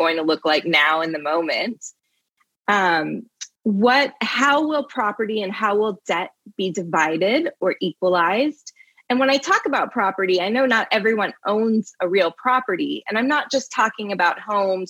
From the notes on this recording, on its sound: (Live Webinar Replay)